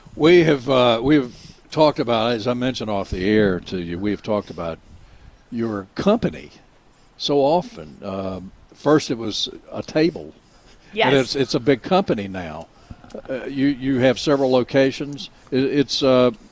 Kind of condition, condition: setting, busy venue